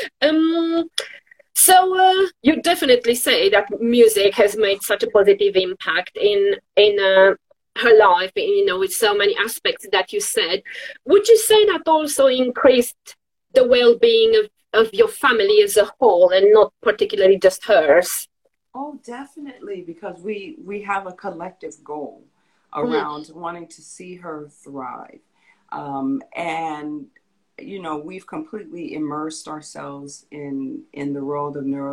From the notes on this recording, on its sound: originally from an Instagram Live on Sing Create Play